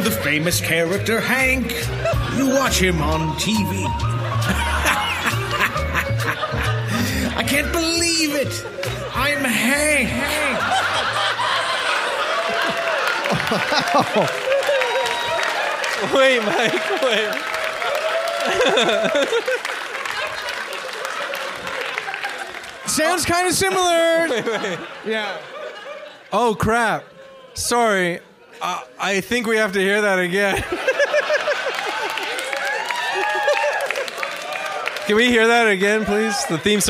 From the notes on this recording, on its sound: This week’s episode is a very special recording of Evil Men LIVE! From Toronto’s Paradise Theatre. Delighted the crowd.